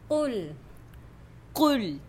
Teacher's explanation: huruf qaf ni dia padat dia tak ada angin langsung